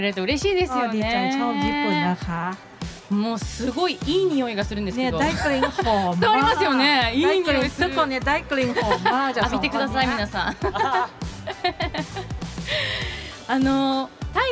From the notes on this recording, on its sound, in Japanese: サマーソニックの公開収録の模様をお届け！